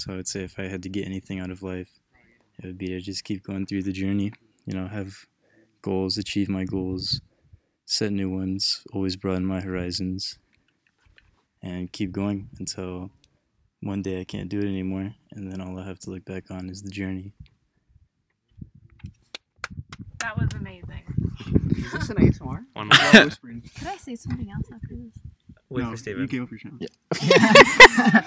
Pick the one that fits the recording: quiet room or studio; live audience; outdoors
outdoors